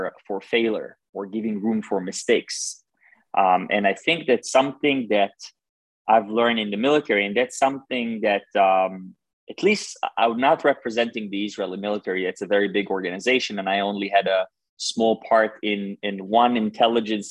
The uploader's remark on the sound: This webinar was organised by the Middle East Institute (NUS). This public talk was conducted online via Zoom.